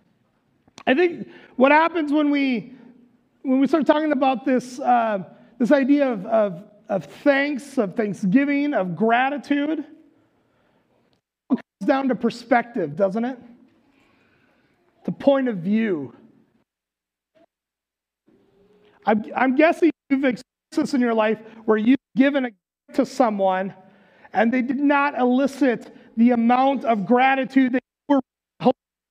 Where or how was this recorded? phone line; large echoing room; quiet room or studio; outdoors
large echoing room